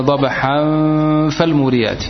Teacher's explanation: نخفي النون والتنوين في الفاء مع الغنة · Term: الإخفاء